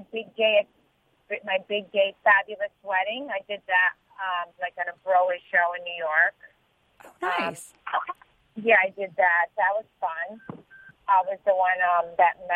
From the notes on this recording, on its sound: On the phone.